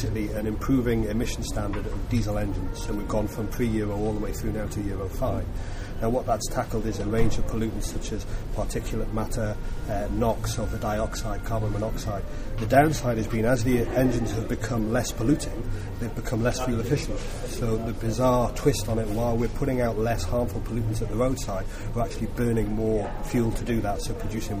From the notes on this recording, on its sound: Recorded at the Newcastle Low Carbon Best Practice Exchange